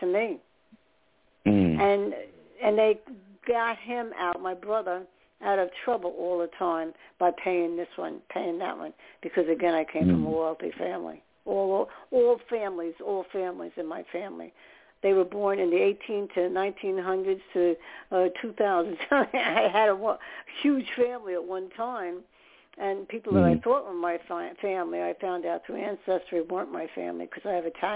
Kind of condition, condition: link, phone line